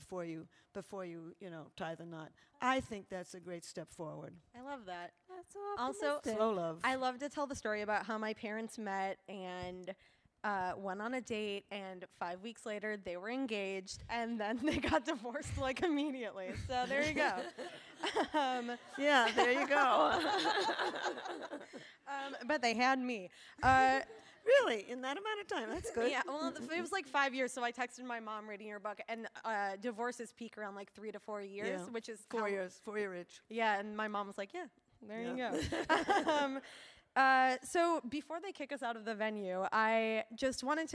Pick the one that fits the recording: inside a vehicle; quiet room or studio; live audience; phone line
live audience